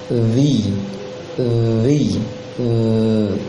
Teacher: ada terasa angin yang tertahan di gigi